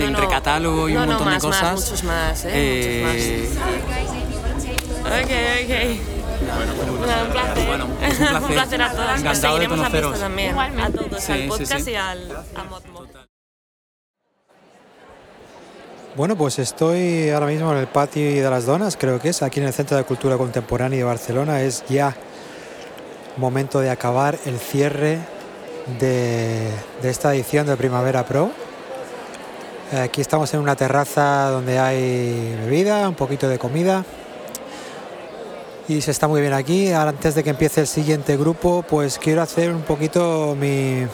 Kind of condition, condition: setting, busy venue